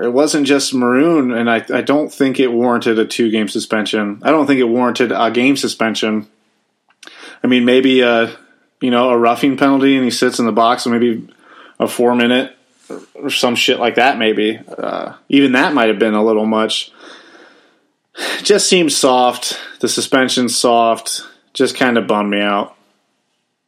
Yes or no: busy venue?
no